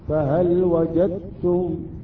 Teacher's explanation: الدال تحذف بالكامل والتاء تصبح مشددة · Term: إدغام متجانس